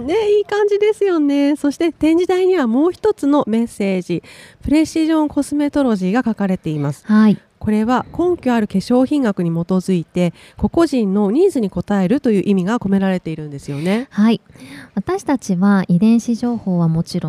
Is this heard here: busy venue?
yes